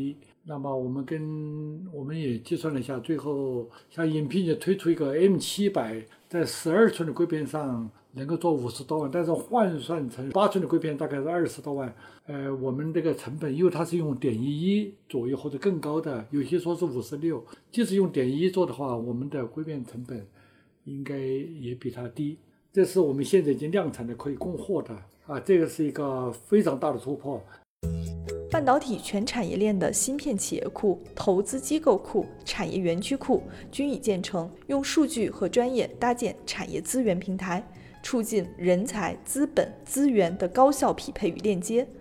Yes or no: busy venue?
no